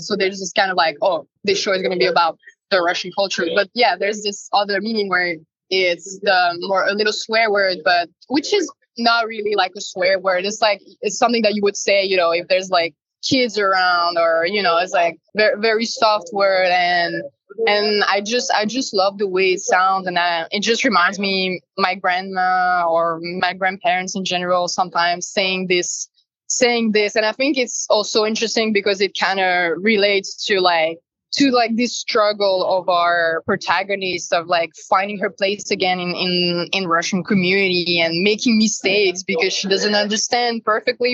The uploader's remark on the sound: This episode was recorded on September 21, 2023 via Zoom.